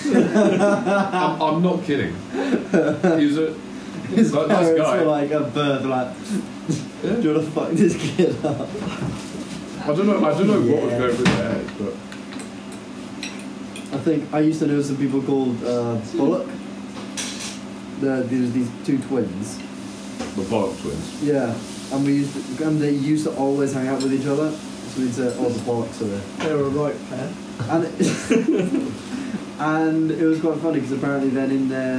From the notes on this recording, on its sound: We don't know why the audio is so bad.